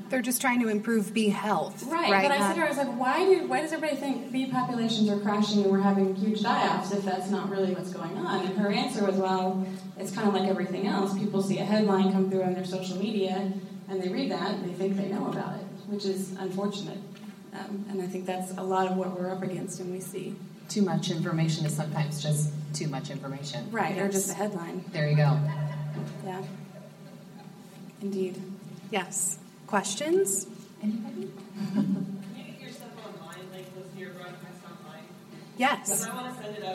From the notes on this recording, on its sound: Live at Women in Ag!